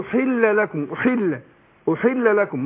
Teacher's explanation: انا المقصد في تشديد اللام في احل، ان انا ما اجيبش غنه، اقول احل لكم، احل لكم، ما اقولش احل لكم، لا احل لكم على طول.